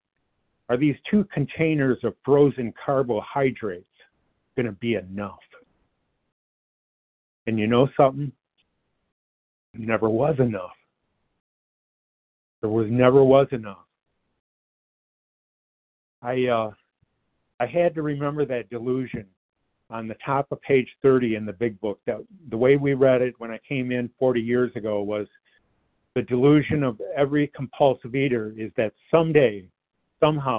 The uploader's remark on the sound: qualification from the 100 Pounders Phone Meeting